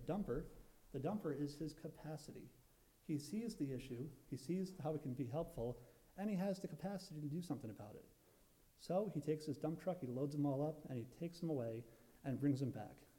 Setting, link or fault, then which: setting, large echoing room